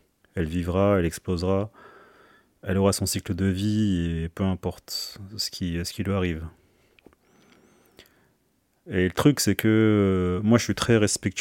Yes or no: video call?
no